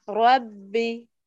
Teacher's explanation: فخم الراء كلها وعند الباء نرقق